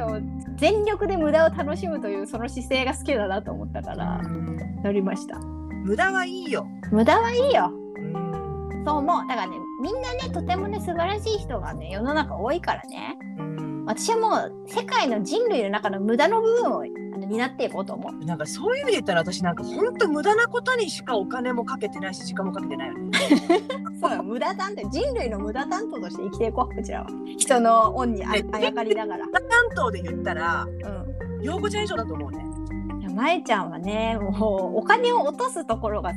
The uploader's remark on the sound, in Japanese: 運転中のため、音声が聞き取りにくくて申し訳ございません！